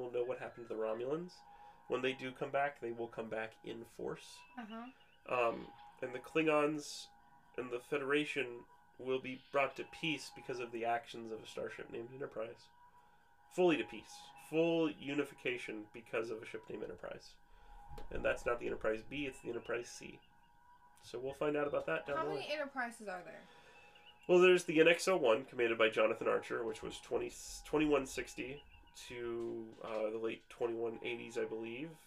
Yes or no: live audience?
no